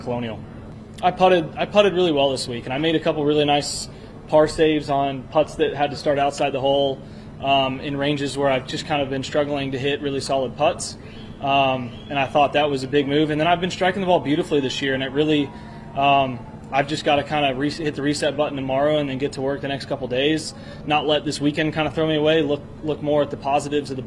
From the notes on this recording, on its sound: We're LIVE at Tour Event. Live from this week's KFT event, the REX Hospital Open and will be joined by players throughout.